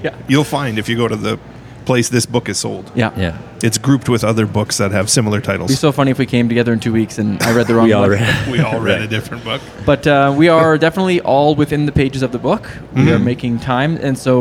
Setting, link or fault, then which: setting, busy venue